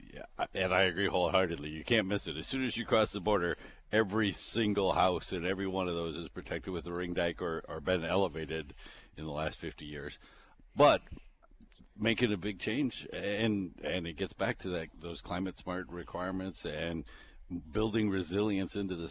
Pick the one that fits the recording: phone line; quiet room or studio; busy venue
busy venue